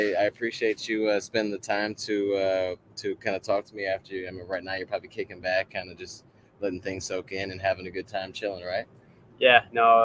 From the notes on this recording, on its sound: Live from Eugene OR at World Championships